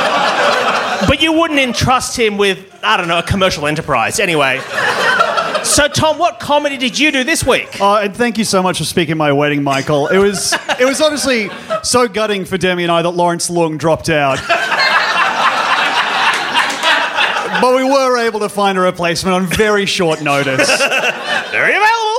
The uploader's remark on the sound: Recorded Live at Improv Theatre Sydney.